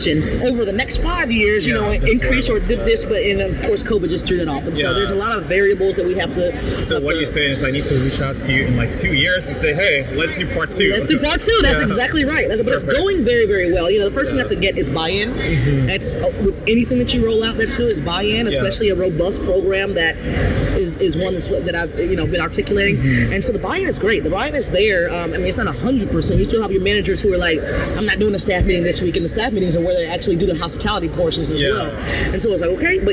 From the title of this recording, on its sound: LIVE AT NAA